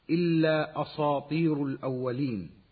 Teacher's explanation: يترك الطاء تعتدي بتفخيمها على السين المرققة قبلها · Term: يقلب السين صادا